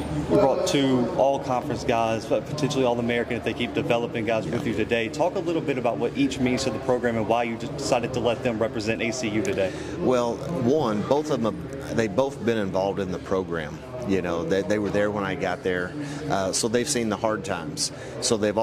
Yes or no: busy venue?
yes